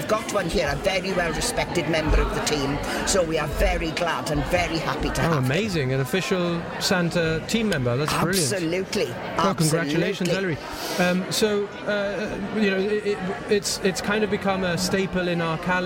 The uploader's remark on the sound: On Location from the Convent Christmas Fair